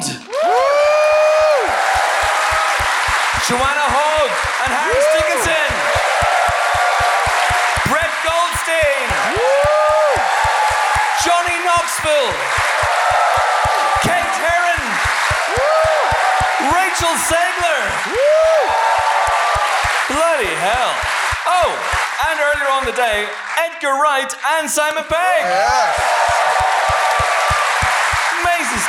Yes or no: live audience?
yes